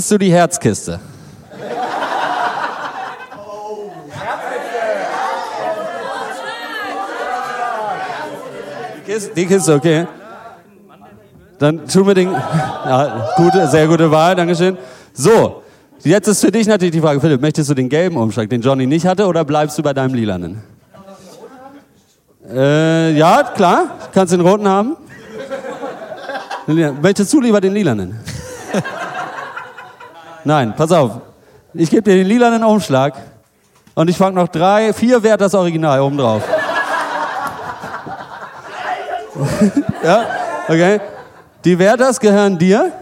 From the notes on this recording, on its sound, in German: Live in Berlin! Da isser endlich der Mitschnitt unseres ersten Live-Podcasts.